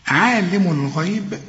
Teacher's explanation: الغين إحنا قلنا مدام مفتوحة تبقى مفخمة